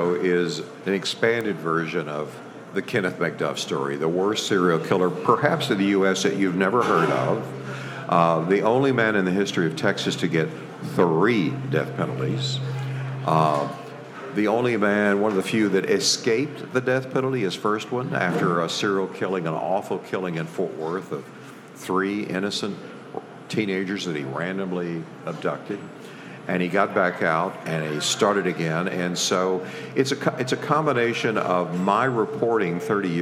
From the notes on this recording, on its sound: due to this episode being a live recording, the audio quality is not the same as our in studio recordings